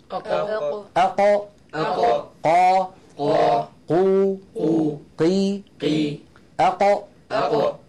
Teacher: المخرج الأول مخرج القاف من أقصى اللسان · لو شبهت يدي هذه باللسان، هذا مؤخرة اللسان أقصاه، وهذا طرف اللسان الأمامي. فأقصى اللسان هنا مع ما يحاذيه من الحنك الأعلى مخرج القاف